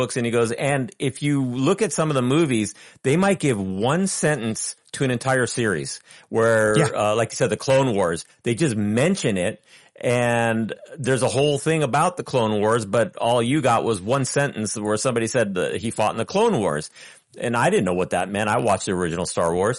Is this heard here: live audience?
no